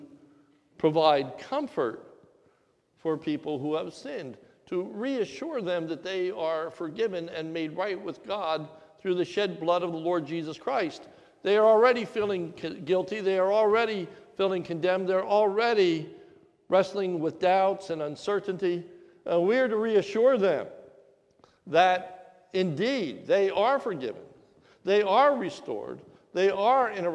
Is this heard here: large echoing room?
yes